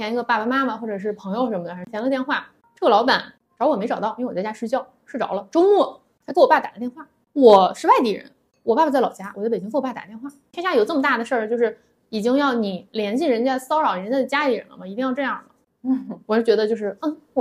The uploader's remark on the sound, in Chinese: 本期录音环境较为嘈杂，请大家多多多多谅解